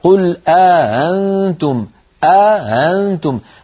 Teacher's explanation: الهمزة الثانية لا تكون محققة، ليست أنتم، وإنما تكون بين الهمزة والألف · Term: تسهيل الهمزة الثانية